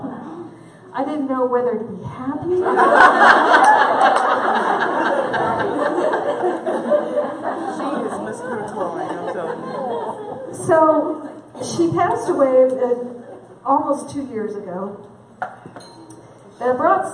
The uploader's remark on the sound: at our 2017 Women's Conference Luncheon